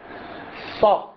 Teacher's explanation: ارتفاع أصله أقصاه، فنحتاج إلى مقدار سحب اللسان إلى الخلف. ص يعني يكون رأس اللسان تقريبا خلف الثنايا العليا